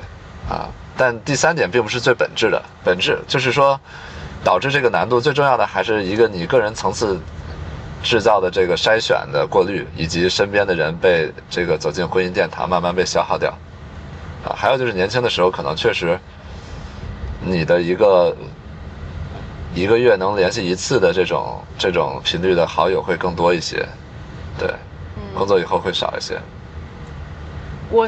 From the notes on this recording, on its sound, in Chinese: 后面每个话题都是纯临场，连大纲都没有。因为边开车边录的，有点吵……已经尽量降噪啦，下次有室内录制！